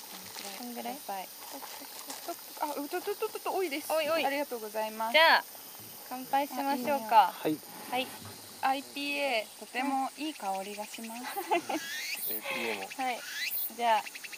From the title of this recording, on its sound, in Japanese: Made in ARITA でデイキャンプ！〜当日編〜